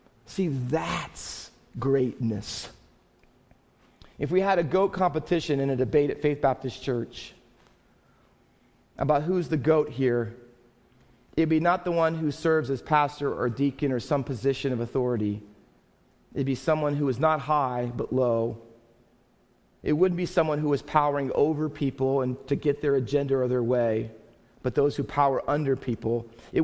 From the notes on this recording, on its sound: Faith Baptist Church in Hamilton, NJ.